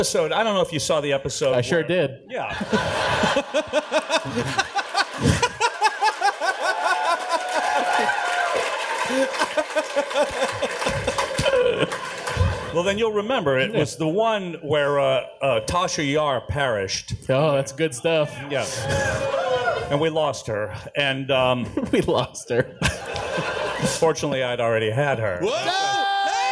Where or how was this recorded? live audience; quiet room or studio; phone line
live audience